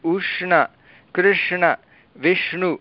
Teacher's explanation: मूर्धन्यषकारस्य प्रभावेण दन्त्यनकारस्य स्थाने मूर्धन्यनकारादेशः भवति